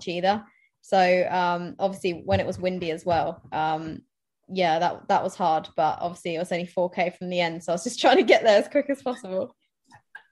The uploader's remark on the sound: We have a normal intro and outro where I jog around Epping Forest but the main body of this podcast is a zoom chat. The media aficionados among you may find the continuity link from jogging to zoom to jogging again troublingly rustic.